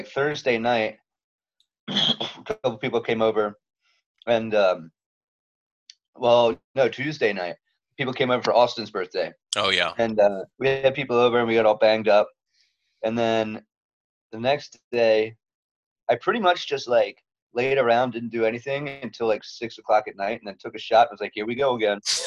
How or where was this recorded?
video call